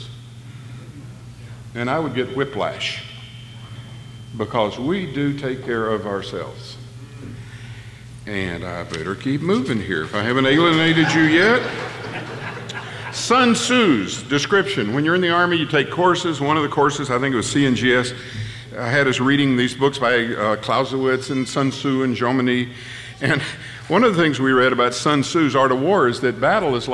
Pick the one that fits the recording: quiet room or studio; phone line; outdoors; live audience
live audience